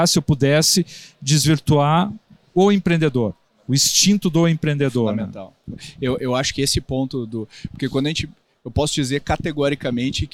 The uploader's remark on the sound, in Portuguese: Tivemos o prazer de gravar alguns episódios do Growthaholics ao vivo no ACE Summit 2023.